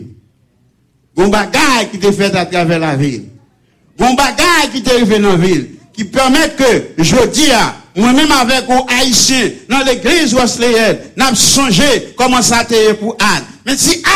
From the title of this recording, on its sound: Sunday Service Live